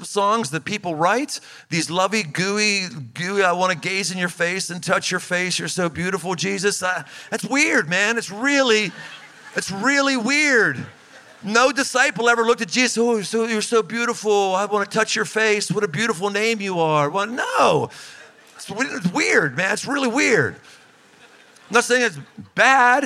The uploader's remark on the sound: Recorded in front of nearly a thousand husbands and wives at Couples Camp, in southeast Ohio